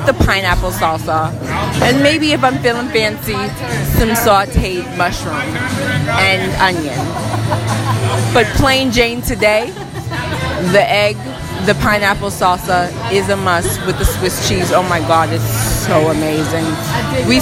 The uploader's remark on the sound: Live from Pie & Vine off Cypress